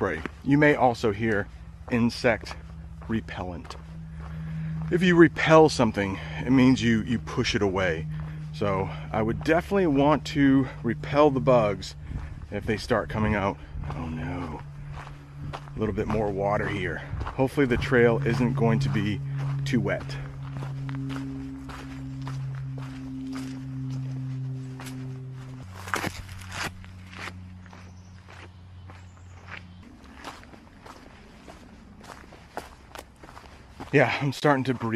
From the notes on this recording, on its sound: REAL ENGLISH CONVERSATION ON A HIKE UP RATTLESNAKE MOUNTAIN. You can hear how I speak and how the family from Texas speaks.